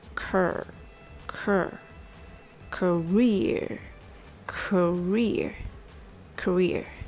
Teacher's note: Remember, the unstressed syllables sound very weak. Say the first syllable short and keep the tone lower.